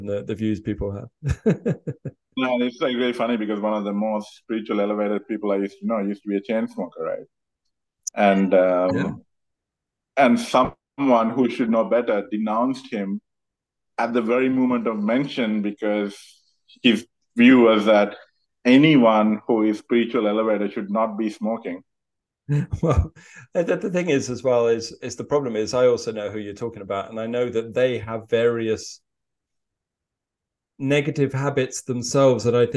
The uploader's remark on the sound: This conversation takes place over Zoom and so the sound quality reflects this.